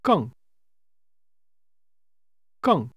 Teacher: it's pronounced with a falling tone